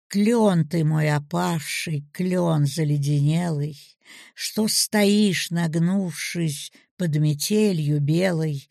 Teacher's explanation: Отчетливее всего растяжка гласных слышна на ударных словах каждой строки.